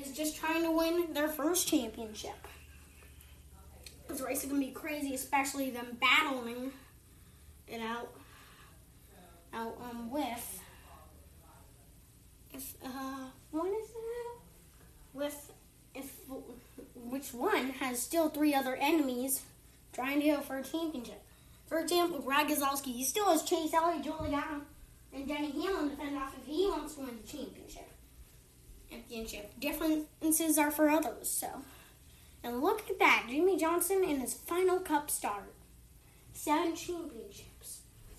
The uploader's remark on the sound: This took 3 tries do to a tv malfunction with its noise level which was a bit uncomfortable.